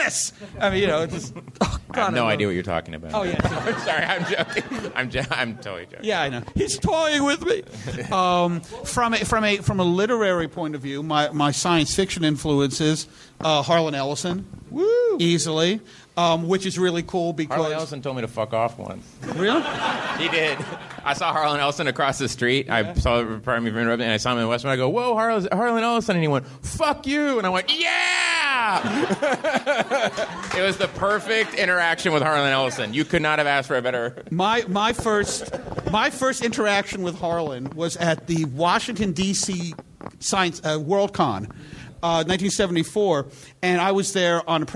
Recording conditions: busy venue